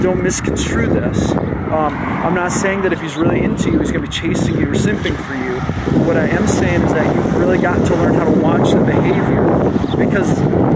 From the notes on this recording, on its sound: Note: I apologize for the wind noise!!!! This was a clip I recorded while on a walk—so it’s raw and unfiltered!